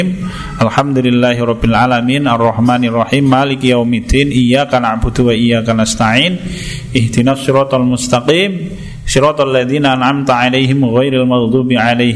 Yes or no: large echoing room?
yes